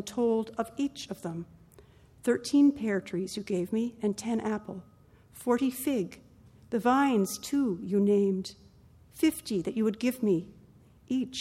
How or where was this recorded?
large echoing room